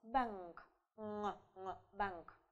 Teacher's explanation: То есть, когда мы произносим вот этот звук, мы спинкой языка закрываем проход воздуха, и он у нас проходит через нос · Term: носовое звучание